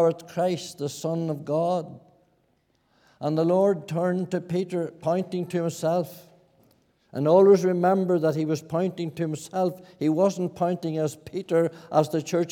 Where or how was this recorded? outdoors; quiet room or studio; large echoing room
large echoing room